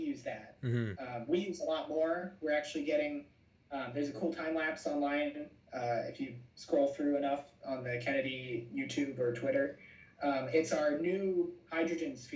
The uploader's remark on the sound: This is the first video with the new microphone and new recording software (OBS Studios), and I'm still working out some kinks. Please excuse any glitches in the sound and/or video.